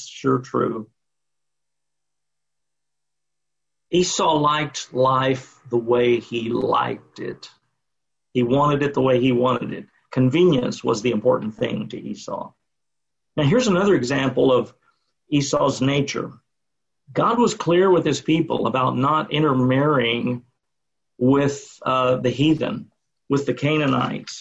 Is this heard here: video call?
yes